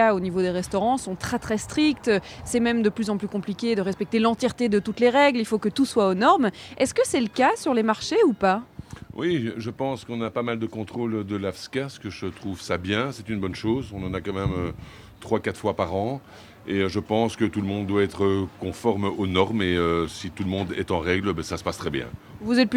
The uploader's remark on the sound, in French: Bruxelles vit ! – Depuis le marché de la place Van Meenen. Pour poser le micro de BX1+ sur la place Van Meenen à Saint-Gilles. En direct du marché saint-gillois.